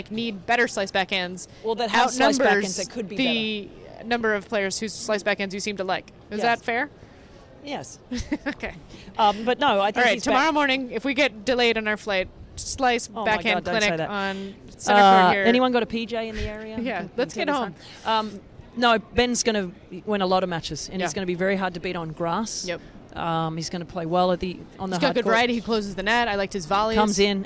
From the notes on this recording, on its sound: Live and Direct from Indian Wells. We're coming at you live during the middle weekend of Indian Wells from BNP Paribas' Racquet Kiosque.